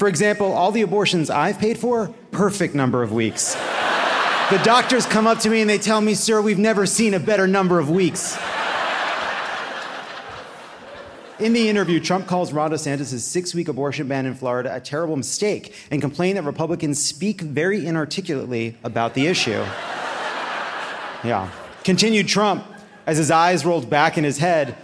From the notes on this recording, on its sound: (Live from Chicago!). Live from the beautiful Vic Theater.